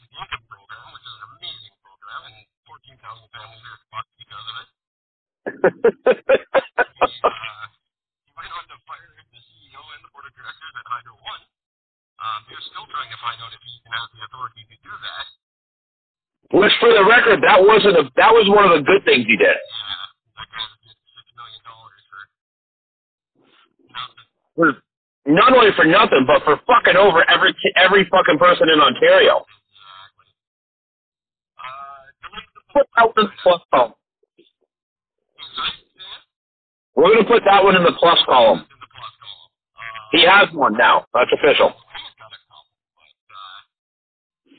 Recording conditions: poor sound quality